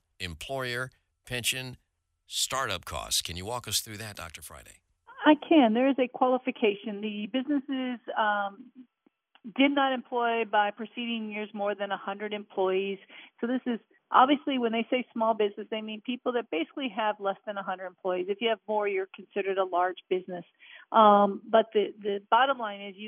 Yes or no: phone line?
yes